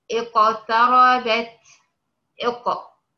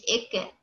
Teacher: لأن القاف لما بتكون ساكنة بتكون مقلقلة، والقلقلة بتديها صفة قوة · Shown in: first take